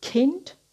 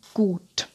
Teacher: stimmloser Verschlusslaut K wie Kind, stimmhafter Verschlusslaut G wie Gut